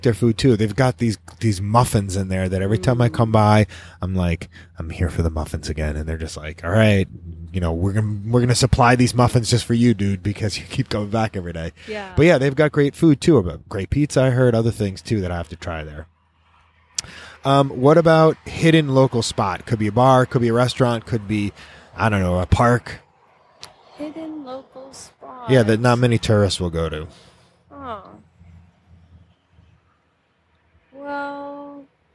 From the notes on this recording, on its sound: Right outside the food truck.